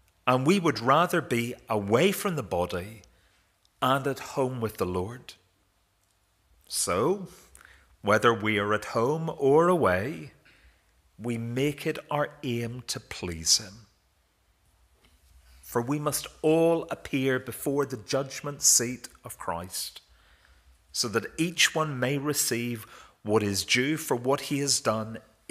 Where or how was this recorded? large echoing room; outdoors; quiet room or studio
large echoing room